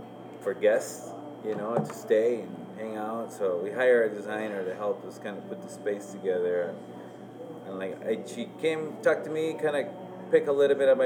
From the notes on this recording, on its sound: This interview was recording on-site during business hours. We wanted to capture some of the ambience; while doing that we also capture some misc noises.